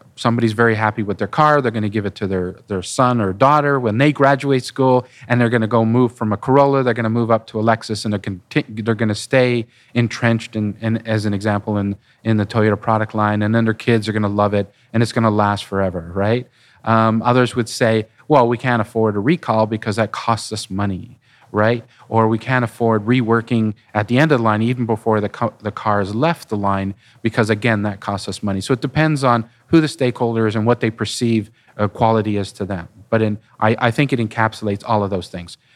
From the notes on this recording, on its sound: We recorded this podcast at the ADM Advanced Design Manufacturing Toronto 2023 show.